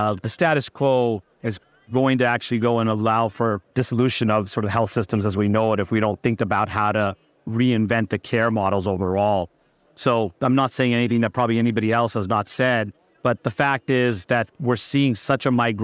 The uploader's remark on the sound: Heard LIVE from the floor of Becker’s